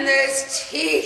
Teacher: the syllables get drawn out, like the way you say eyes, blame, even teeth